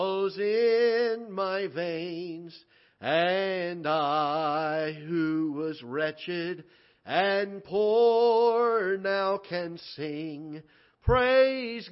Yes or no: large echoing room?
yes